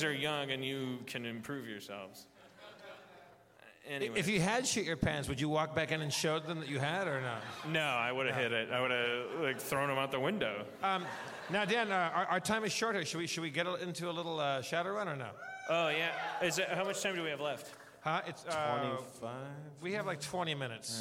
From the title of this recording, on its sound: LIVE from Everything Is Festival 2015